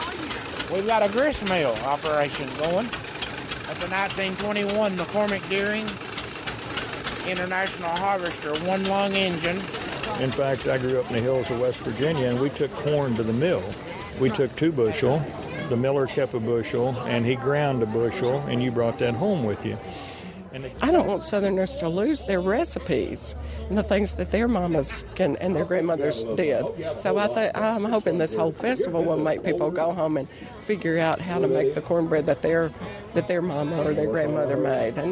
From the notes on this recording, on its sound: an audio postcard from a cornbread--- that's right, cornbread-- festival in Tennessee